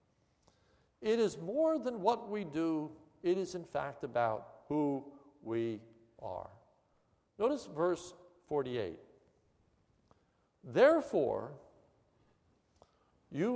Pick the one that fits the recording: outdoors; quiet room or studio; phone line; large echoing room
large echoing room